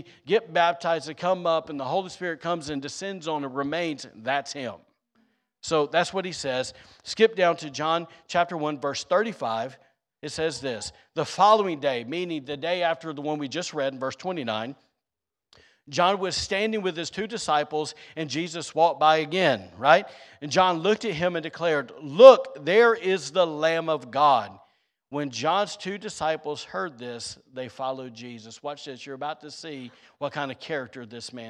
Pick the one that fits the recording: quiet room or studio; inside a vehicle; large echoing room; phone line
large echoing room